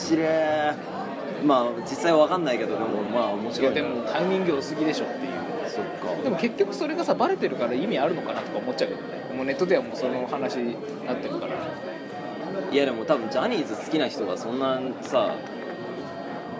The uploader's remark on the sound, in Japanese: 食堂で収録をしていたのですが、隣の女学生が元気よく麺を啜っている音が入っています、ごめんなさい。